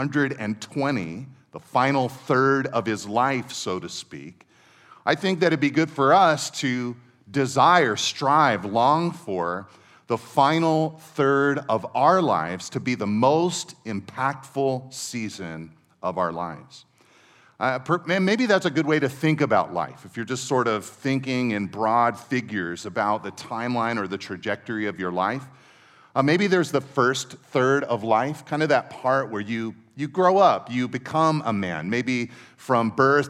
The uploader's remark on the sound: Second session at our 2023 Men’s Conference.